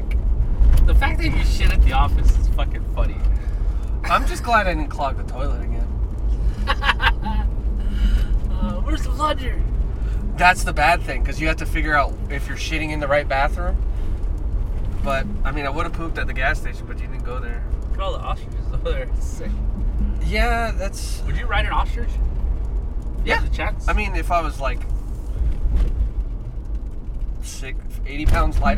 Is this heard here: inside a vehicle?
yes